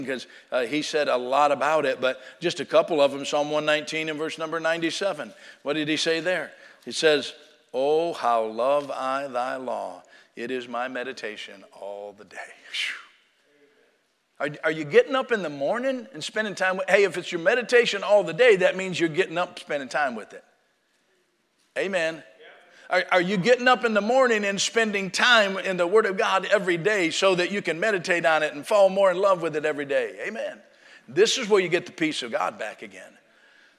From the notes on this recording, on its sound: Sunday Morning Service